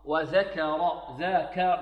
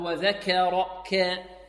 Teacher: والراء مفخمة ذا، والكاف مرققة · Shown in: first take · وذكر ذاكر، لا نقول وذكر ك، نميل فتحة الكاف، لا وذكر، ولا نقول وذكر.